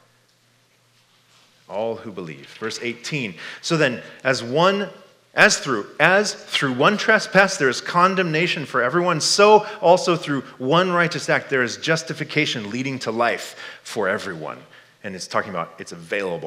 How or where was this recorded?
live audience